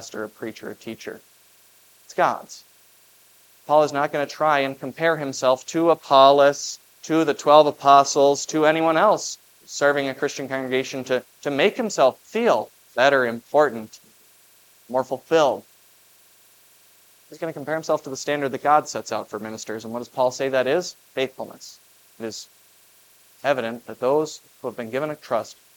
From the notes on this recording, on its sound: preached at Grace of God Lutheran on June 18, 2023.